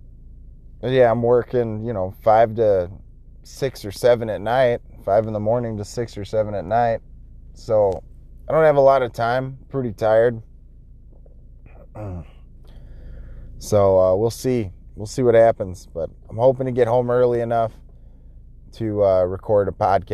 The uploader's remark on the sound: Driving to work.